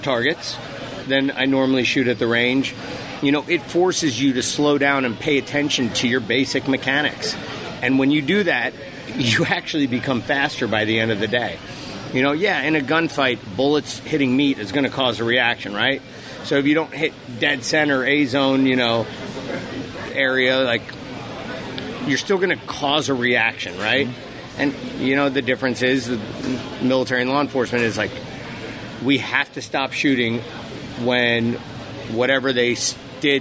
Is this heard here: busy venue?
yes